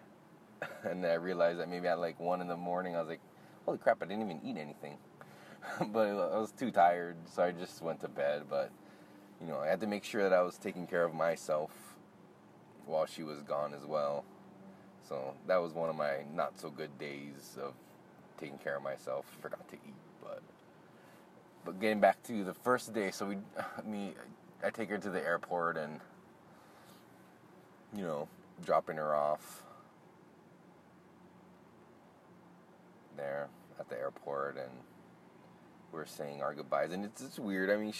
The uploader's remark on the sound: Most of this episode was recorded in our car while driving home from hula.